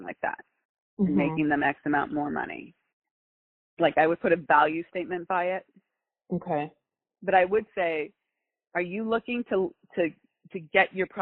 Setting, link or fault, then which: link, phone line